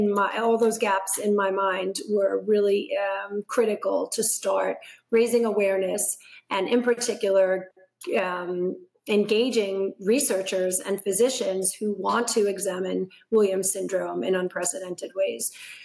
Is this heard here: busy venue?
no